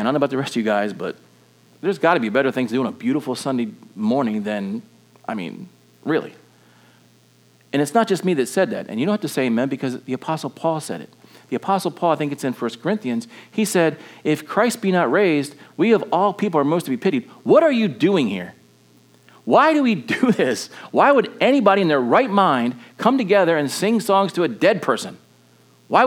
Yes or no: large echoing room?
yes